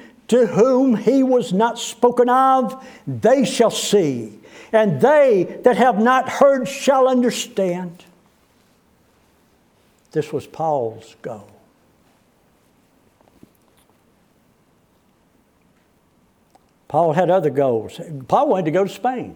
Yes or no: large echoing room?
yes